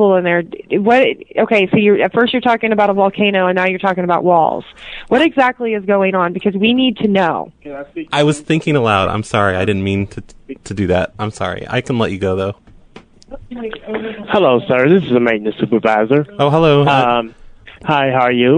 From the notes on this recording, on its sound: RBCP's Personal Prank Phone Calls Collection